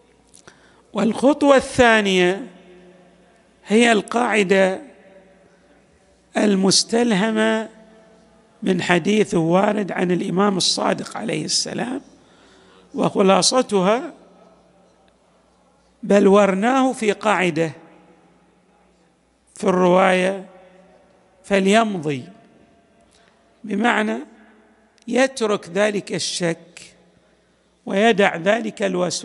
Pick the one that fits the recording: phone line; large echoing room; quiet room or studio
large echoing room